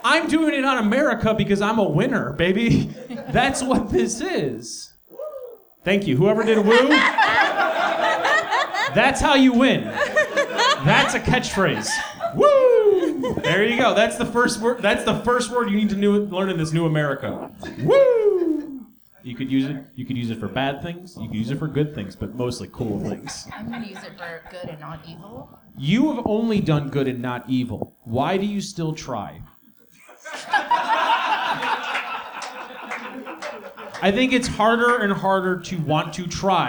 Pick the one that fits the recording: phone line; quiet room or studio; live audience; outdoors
live audience